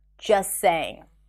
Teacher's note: For example, instead of saying just saying, there is a T there, you can drop the T and connect the two sounds together.